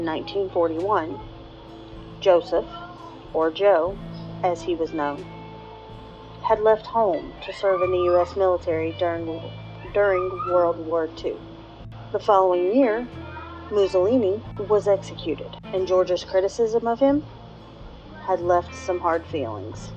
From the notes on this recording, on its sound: I apologize for the background noise. I tried recording at a different time and my 3-year-old wasn't cooperating.